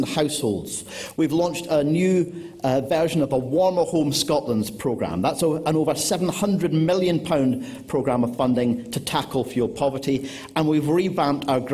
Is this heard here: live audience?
yes